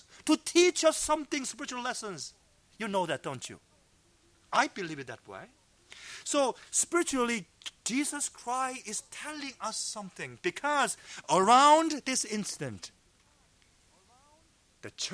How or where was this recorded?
large echoing room